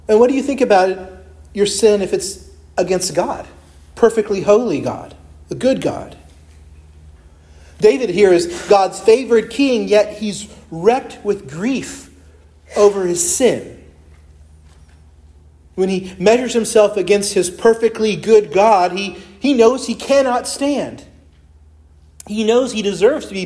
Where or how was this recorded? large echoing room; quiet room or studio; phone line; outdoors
large echoing room